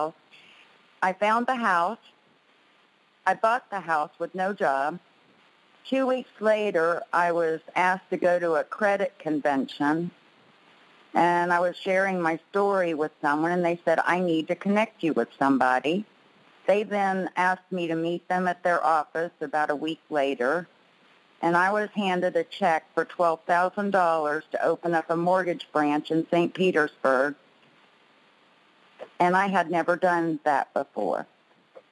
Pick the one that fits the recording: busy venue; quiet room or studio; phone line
phone line